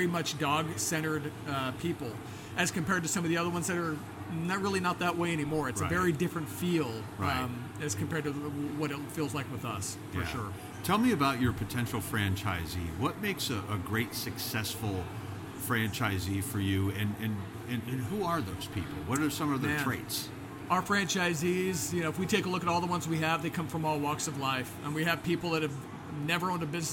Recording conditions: busy venue